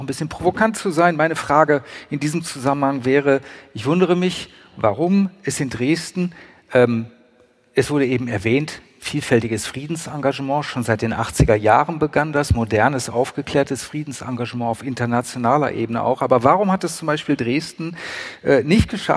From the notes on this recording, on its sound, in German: Februar in der Frauenkirche aufgezeichnet wurde.